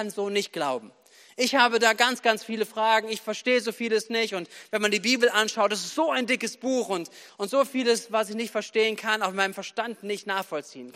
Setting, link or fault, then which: setting, large echoing room